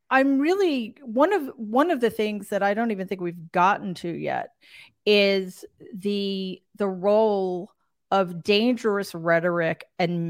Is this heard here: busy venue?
no